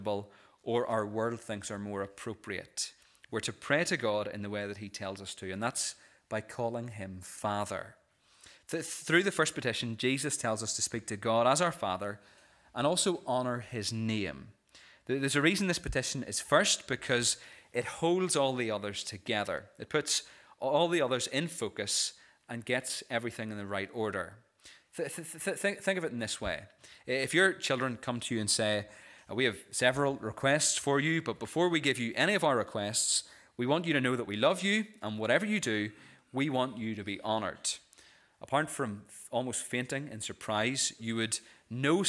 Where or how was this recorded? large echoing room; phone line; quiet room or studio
large echoing room